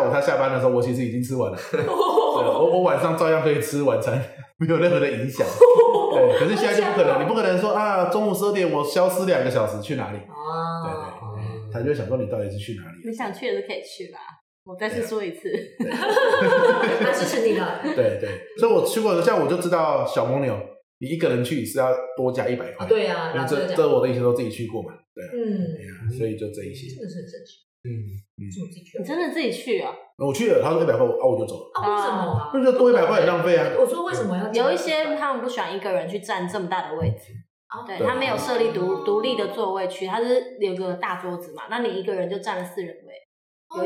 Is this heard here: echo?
yes